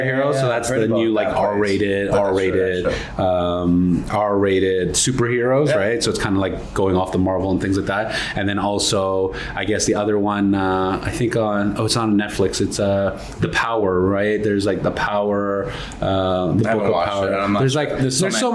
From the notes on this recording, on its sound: Special Thank you to The Hummussiah for hosting us at their place to record our podcast!